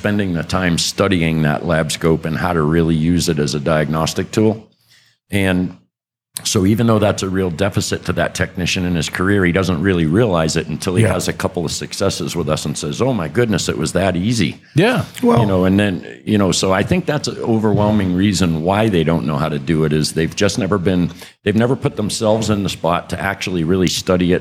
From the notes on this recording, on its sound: recorded live at ITTC 2023